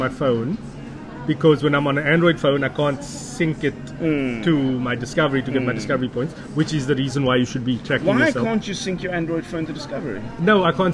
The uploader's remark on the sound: Cincinnati Spur, Howard Centre, Pinelands. Mixed on LG G7 ThinQ Recorded on iPad Mini 5 + Boya shotgun mic.